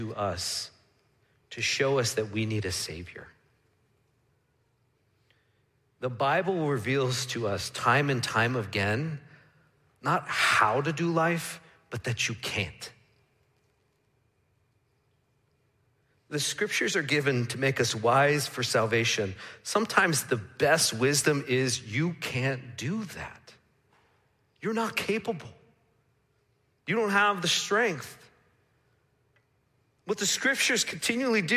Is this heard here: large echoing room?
yes